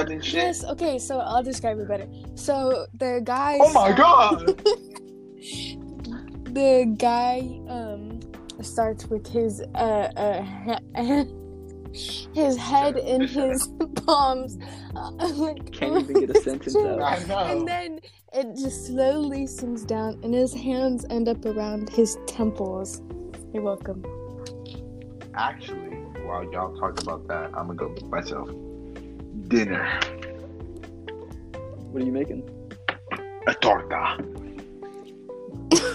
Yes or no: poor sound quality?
yes